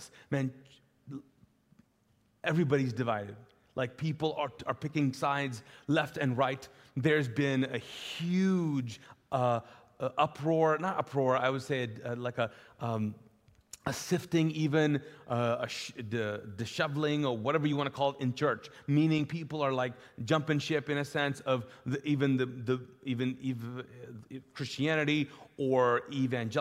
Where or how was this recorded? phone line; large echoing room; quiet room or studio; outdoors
large echoing room